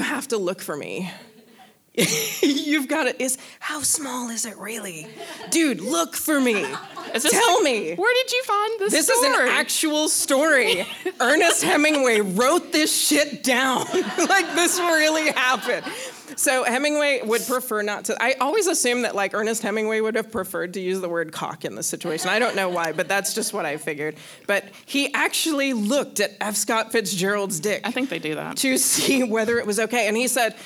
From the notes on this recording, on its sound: Our LIVE show from Wetumpka Depot Theater!